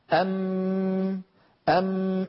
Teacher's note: لاحظوا بارك الله فيكم لما يقول الواحد منا أم كيف أن بعد أن تنقفل الشفتين ينحبس الصوت خلف الشفتين · Term: الميم